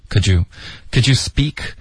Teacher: 后面 speak 的这个 p 我们就浊化为一个 b 的音。